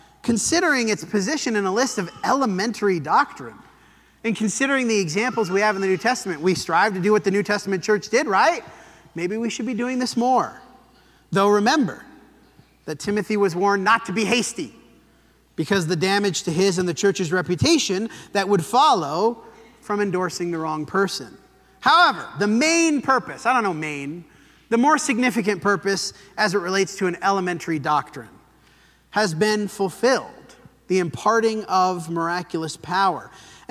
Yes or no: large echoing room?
yes